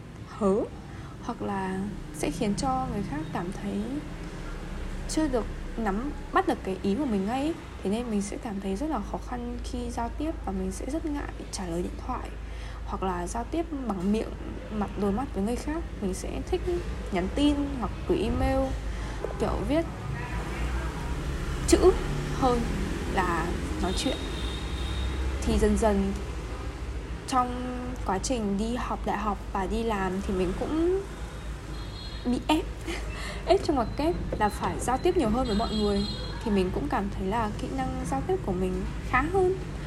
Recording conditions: background noise